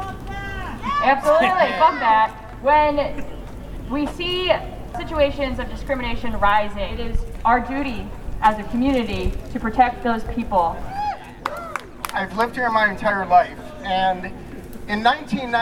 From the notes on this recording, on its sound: Voices from the rally at Winfield Park outside of the Hamtramck City Hall.